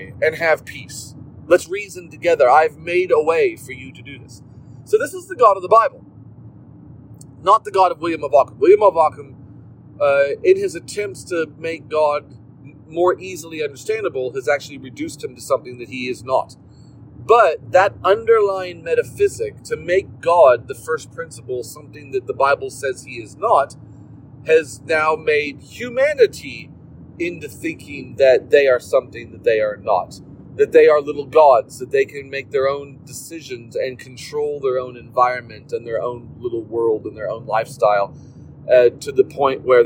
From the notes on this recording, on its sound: in the car while driving